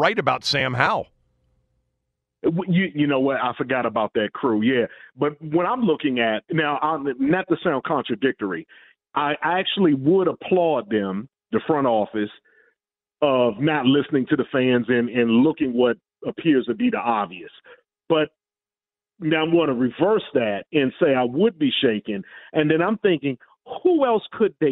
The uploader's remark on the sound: opens up the phone lines